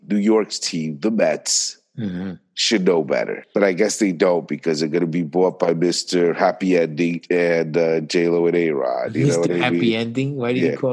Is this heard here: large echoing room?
no